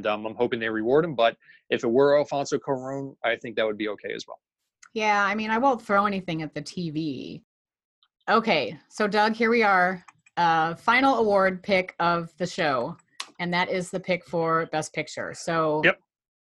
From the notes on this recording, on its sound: What happens when you put two pop-culture fanatic fundraisers on a Zoom call and talk about this year's Academy Awards?